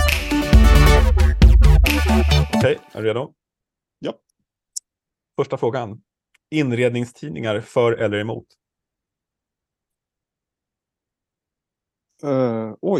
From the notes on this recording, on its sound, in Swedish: Avsnittet är inspelat på distans, därav lätt kantigt ljud.